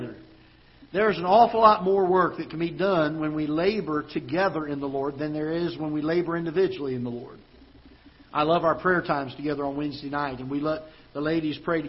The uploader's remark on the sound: Ketha Heights Baptist Church ~ Live Broadcast